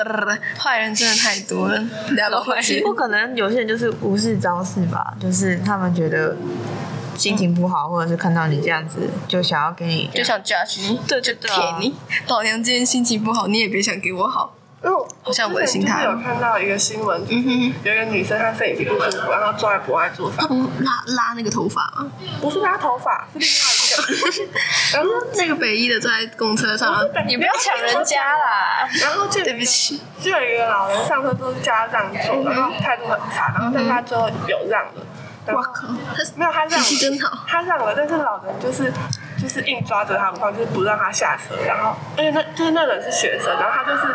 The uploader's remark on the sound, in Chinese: 第一次錄音有一點收音問題